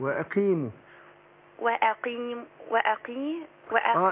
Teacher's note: القاف المكسورة بتاخد أدنى درجات التفخيم